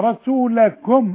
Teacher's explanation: الميم اللي عليها السكون اظهرها، لا تخفيها · Term: الميم الساكنة